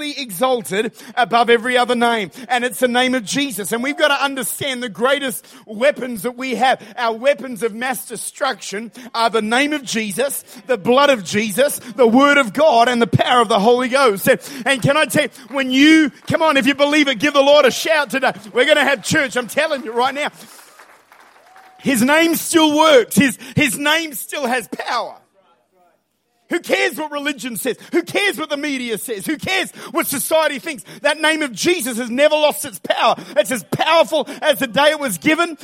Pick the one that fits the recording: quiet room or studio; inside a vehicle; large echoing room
large echoing room